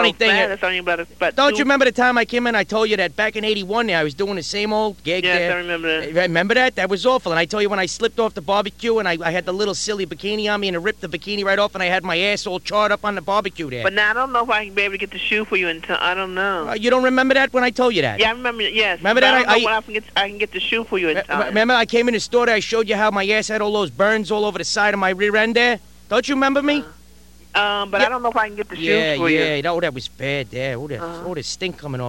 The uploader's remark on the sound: Prank Phone Calls